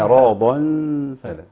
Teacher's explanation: الصحيح أن نقرأ الضاد مفخمة إعراضا، ومن بداية الغنة نقرأ بالترقيق · Term: غنة مرققة